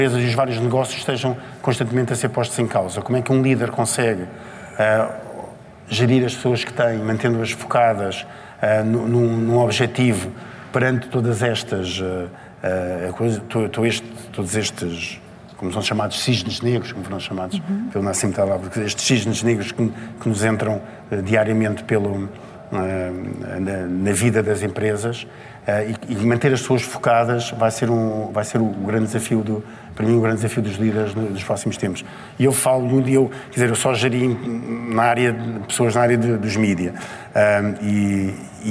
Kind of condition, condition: setting, live audience